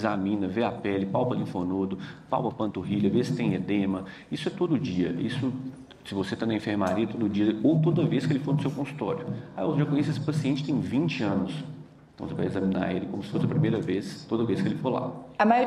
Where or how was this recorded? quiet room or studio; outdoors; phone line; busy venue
busy venue